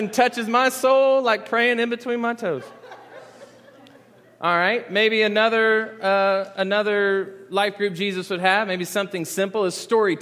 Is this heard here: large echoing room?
yes